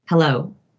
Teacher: not say hello on the in-breath, but say hello on the out-breath